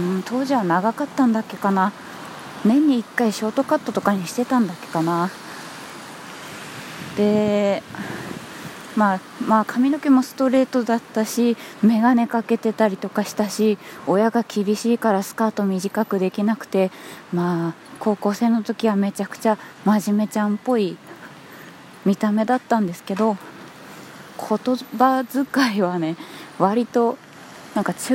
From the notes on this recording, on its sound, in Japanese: 初めて外を歩きながら収録してみたら。店に着いたのでとりあえず一旦配信。雨 #外で収録。